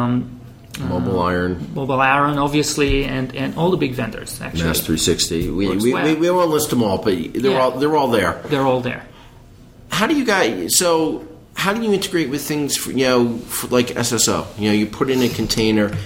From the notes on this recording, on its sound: The last episode recorded at BriForum.